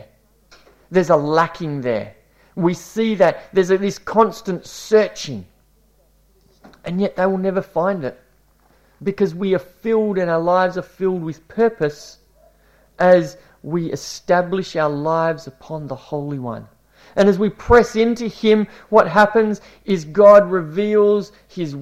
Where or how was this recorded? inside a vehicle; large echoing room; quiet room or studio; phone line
large echoing room